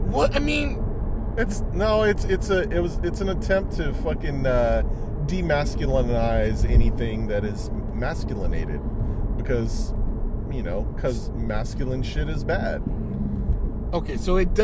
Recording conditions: background noise